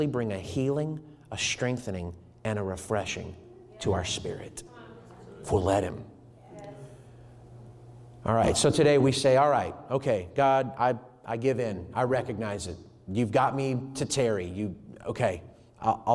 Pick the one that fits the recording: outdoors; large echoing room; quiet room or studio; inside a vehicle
large echoing room